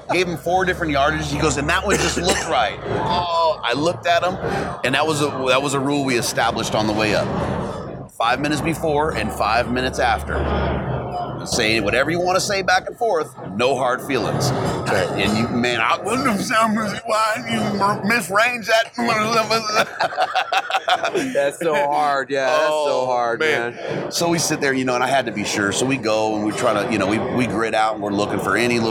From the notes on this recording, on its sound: Live from The Initial Ascent Mountain Dude table at Hunt Expo 2020. Sit down at the Mountain Dude table and record.